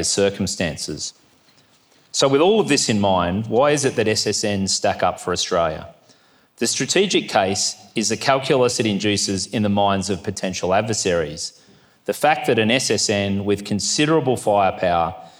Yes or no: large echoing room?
yes